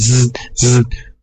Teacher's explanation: huruf zai ini ujung lidah mendekati gusi atas dan sedikit ada desus